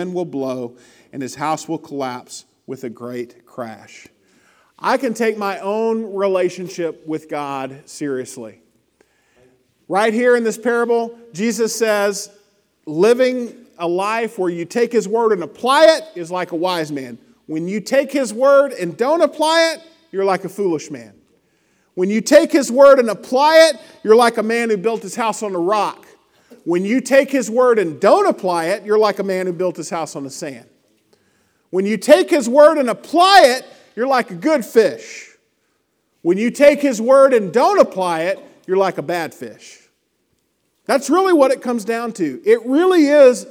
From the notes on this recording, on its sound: Lesson presented at The Crossings Church Collinsville in Collinsville, IL – a non-denominational church that meets Sunday mornings at 2002 Mall Street, Collinsville, IL.